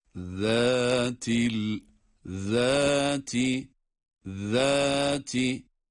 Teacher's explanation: Zâ peltek okunacak ama bu peltek okunurken zal harfinin inceliğini unutmuyoruz.